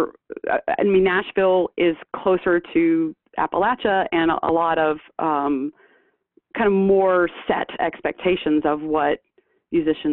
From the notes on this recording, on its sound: for an interview by phone